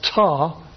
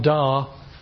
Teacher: You can also notice the energy is much lower. So our ta is quite a big explosion. Our da, the explosion is pretty low, much, much lower energy because of the energy that's going into organising the voicing to make sure you could tell the difference between the ta and the da.